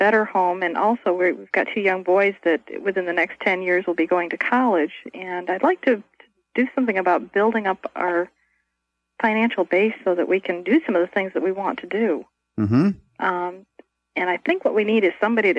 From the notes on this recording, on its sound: Financial planning call-in show.